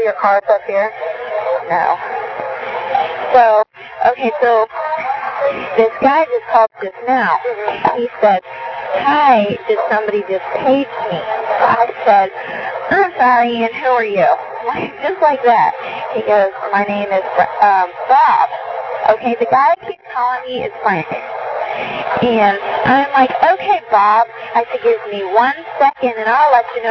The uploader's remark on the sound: Prank Phone Calls